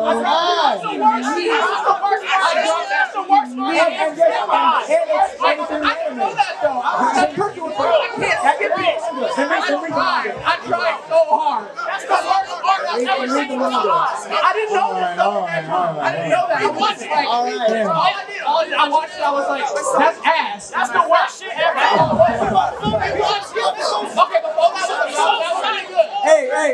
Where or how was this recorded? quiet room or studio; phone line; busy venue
busy venue